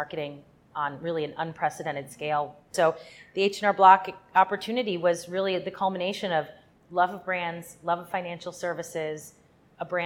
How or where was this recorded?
busy venue